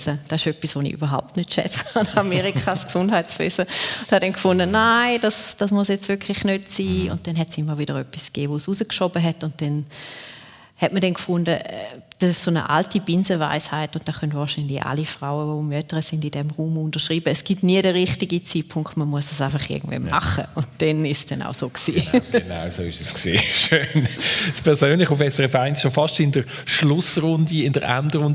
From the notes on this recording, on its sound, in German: Juni 2023 live aus dem Casinotheater Winterthur.